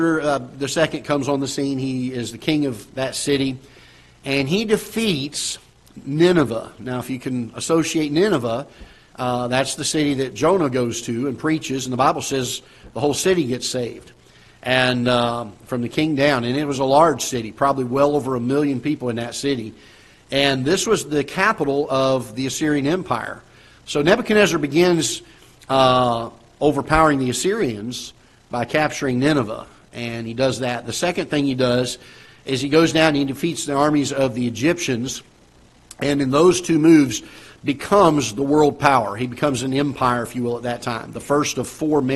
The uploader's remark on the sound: Ketha Heights Baptist Church ~ Live Broadcast